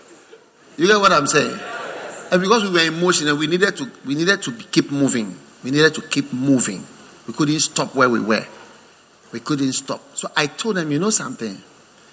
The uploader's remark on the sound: Preached at the First Love Center, Accra.